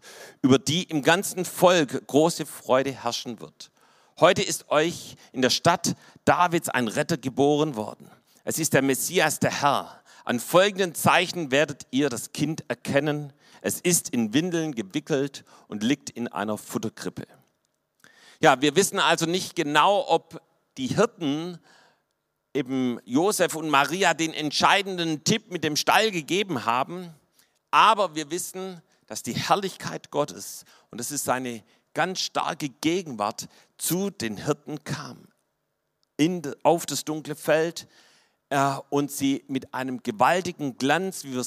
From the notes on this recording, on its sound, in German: vom Weihnachtsgottesdienst am 24.